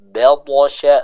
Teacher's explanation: ba-nya harus tetap tipis, lalu to-nya dibaca dengan tebal sambil diqalqalahkan. Inna batasya, batasya, seperti itu.